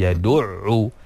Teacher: pastikan keluar daripada makhraj dia yang betul, bahagian pertengahan kerongkong · Term: huruf ain